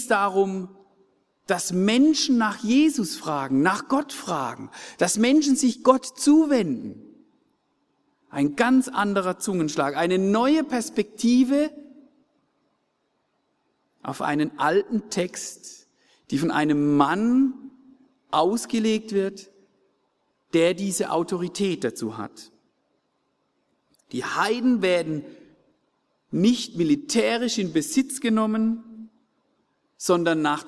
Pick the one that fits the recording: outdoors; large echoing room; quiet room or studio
large echoing room